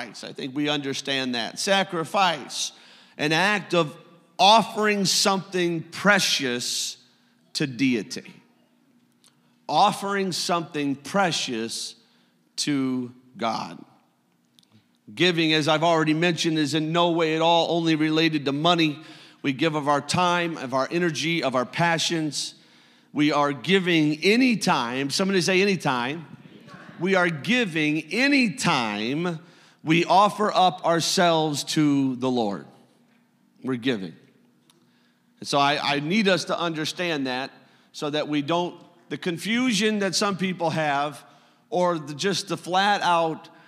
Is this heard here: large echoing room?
yes